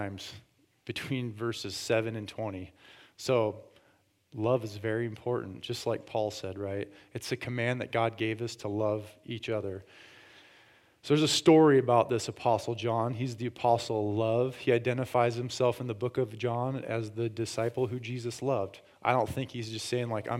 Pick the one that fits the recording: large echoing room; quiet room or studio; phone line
large echoing room